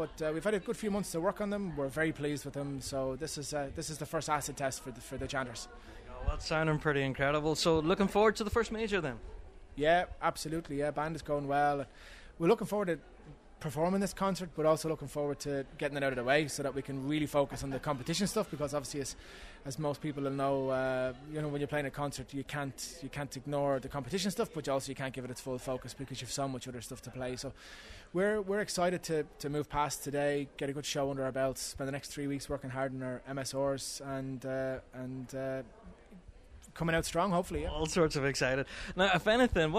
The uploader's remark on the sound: LIVE in the Armagh City Hotel.